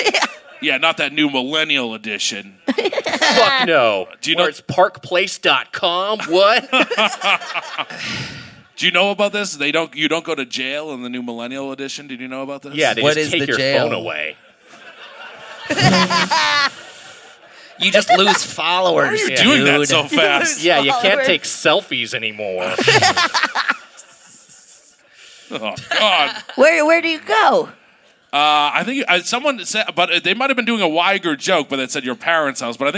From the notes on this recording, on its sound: Recorded live at the Brea Improv.